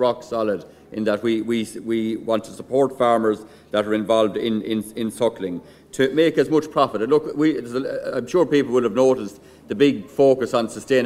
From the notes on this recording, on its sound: This week’s Beef Edge episode is a recording of the Beef Forum that concluded the open day in Teagasc Grange on the 5th July.